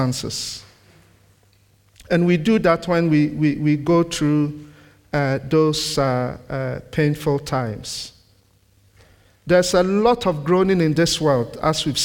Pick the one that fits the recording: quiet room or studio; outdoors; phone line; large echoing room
large echoing room